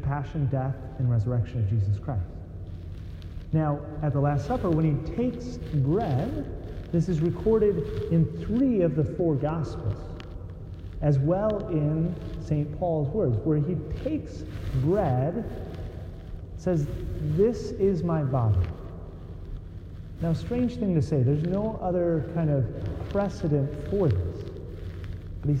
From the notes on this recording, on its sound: Sorry about the scratchiness of the sound. I had to put the microphone in my pocket which did not help.